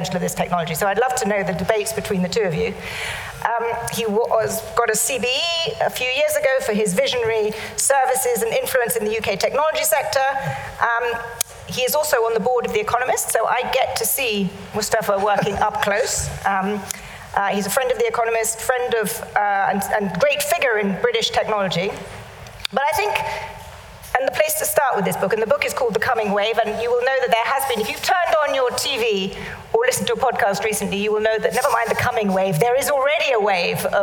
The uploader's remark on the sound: live at the Tabernacle theatre in London